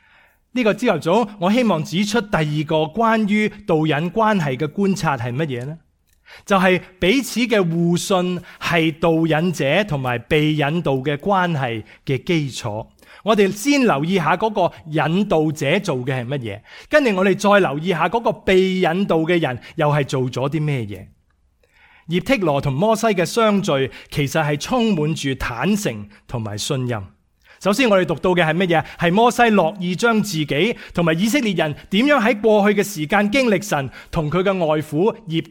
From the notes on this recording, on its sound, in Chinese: 講道錄音